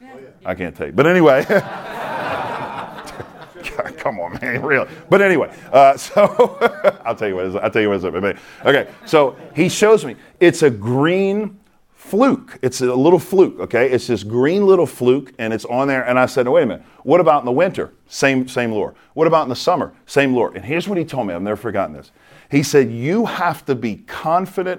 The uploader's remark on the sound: This episode is from Replicate, recorded at the National Disciple Making Forum.